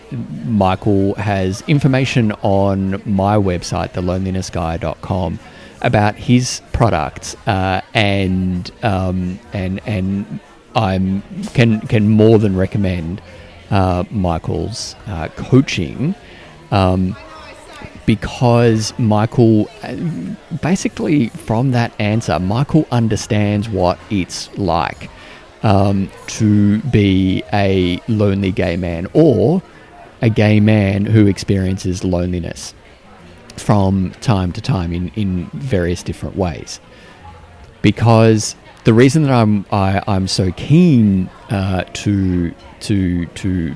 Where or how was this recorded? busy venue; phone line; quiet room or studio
busy venue